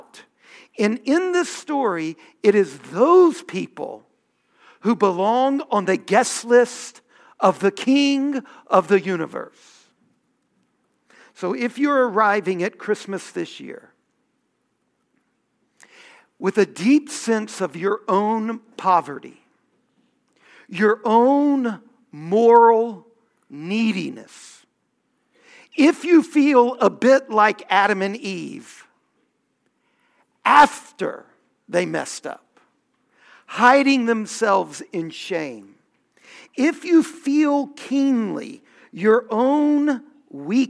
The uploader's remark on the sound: Homily from our Festival of Lessons and Carols